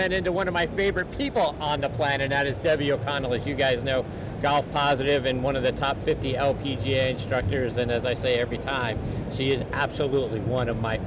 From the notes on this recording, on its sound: Live From the Floor of the PGA Merchandise Show.